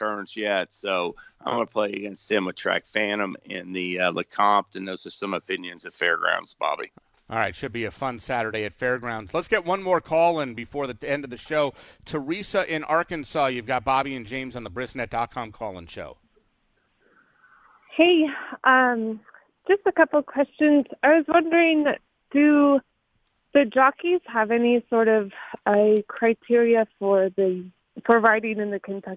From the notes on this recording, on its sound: HRRN’s Brisnet.com Call-in Show